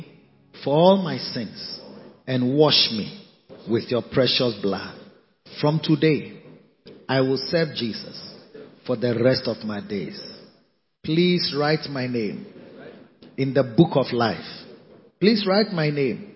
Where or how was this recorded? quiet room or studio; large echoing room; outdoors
large echoing room